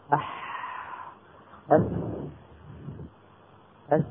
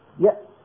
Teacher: لكن مثل قولنا يأتون مثلا، يأ هذه الهمزة لو قلنا يأ وحاولنا وضغطنا وحاولنا أن نمشي الصوت، ولتحاول كل واحدة منكن أن تفعل ذلك، يأ تجد بأن المخرج عند النطق بهذه الهمزة الساكنة قد انقفل انقفالا تاما · Shown in: second take · Term: حروف الشدة